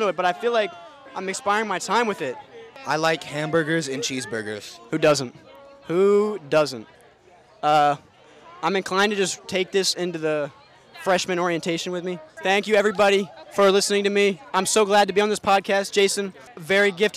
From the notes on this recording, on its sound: mic'ed up members of the UNH Marching Band during our 2023-24 Road show